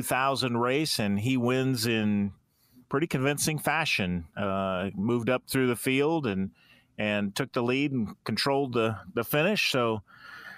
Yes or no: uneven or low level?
no